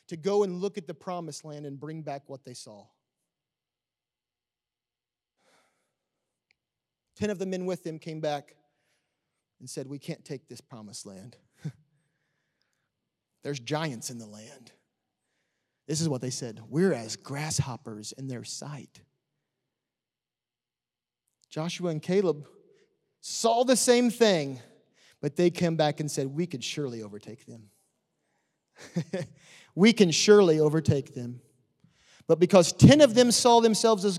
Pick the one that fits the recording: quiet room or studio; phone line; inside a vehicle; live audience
live audience